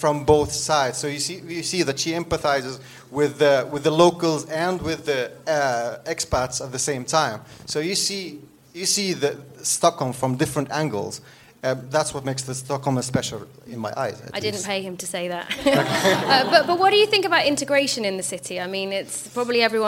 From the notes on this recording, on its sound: Recorded live in front of an audience. This episode was recorded at Sthlm Music House , Stockholm's new hub for entrepreneurs working in music, media and tech.